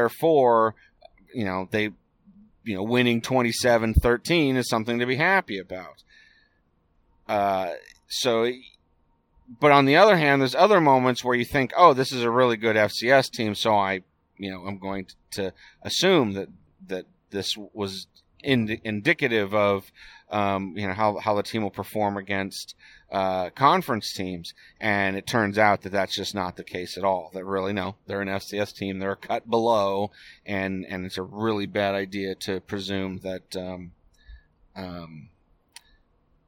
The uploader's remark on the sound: Here’s the one I recorded last night on the way home from the UC Davis game.